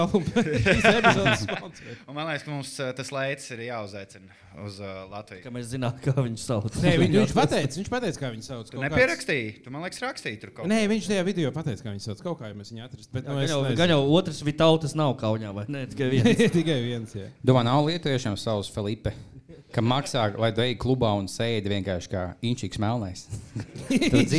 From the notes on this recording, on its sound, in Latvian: Ieraksts no Live epizodes Cēsīs Fonoklubā